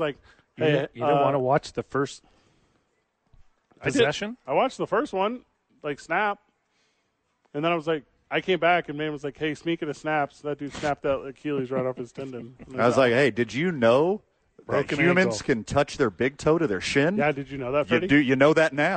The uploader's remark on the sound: live from The Albuquerque Dukes Store.